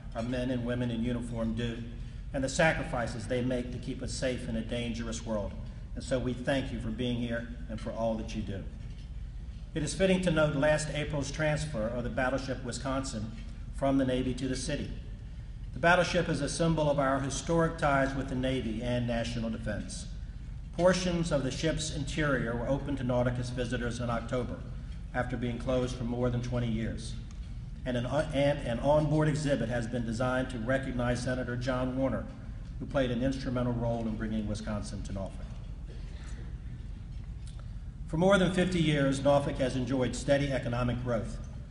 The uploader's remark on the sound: recorded at the Waterside Marriott on February 4, 2011